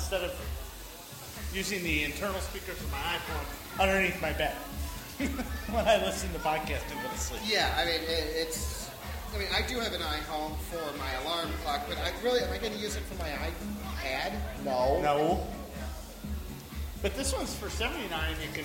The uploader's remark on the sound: I took the IPhone and recorded some of the shopping trip at Woodfield Mall.